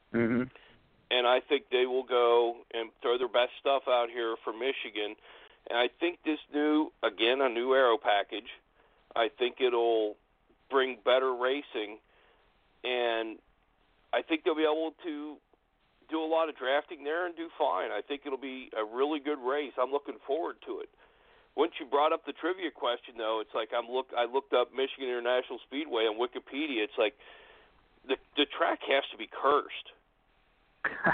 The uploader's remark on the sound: we take your phone calls